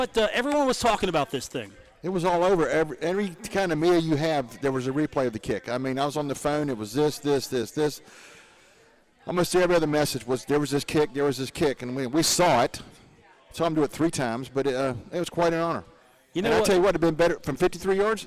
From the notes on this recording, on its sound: on location at the Union Pub & Grill - 1125 4th Ave in Huntington